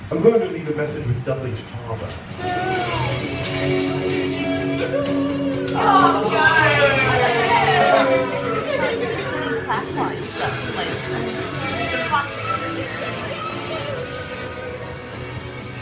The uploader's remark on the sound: the recording quality is not as great as the others